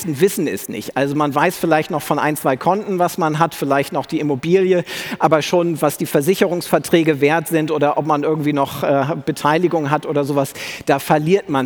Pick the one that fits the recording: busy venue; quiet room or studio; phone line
busy venue